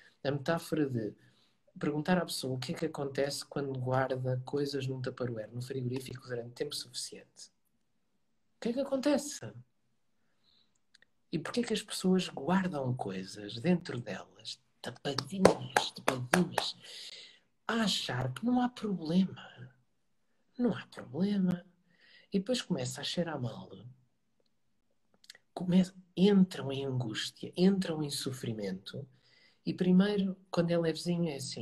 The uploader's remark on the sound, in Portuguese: Conversa Live IG